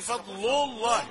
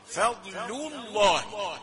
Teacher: لو لا، هات اللام رقيقة · Shown in: second take